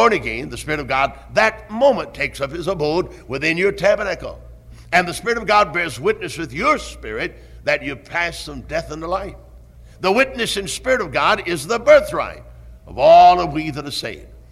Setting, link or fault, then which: setting, large echoing room